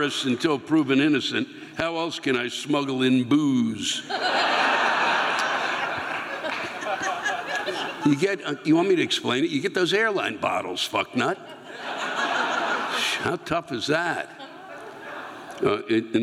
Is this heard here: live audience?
yes